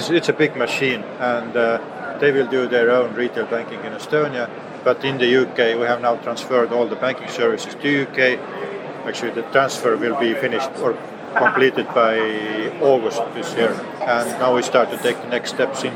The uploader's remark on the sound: at the Money 2020 conference and exhibition